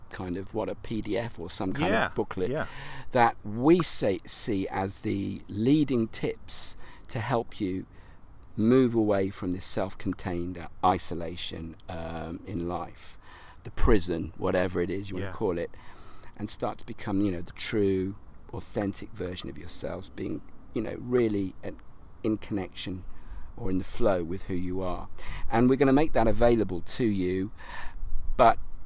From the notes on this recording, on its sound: Live from Regents Park, London. Meet up again for a 'live' podcast discussion, this time in the woodlands of one of London's most central and beautiful parks.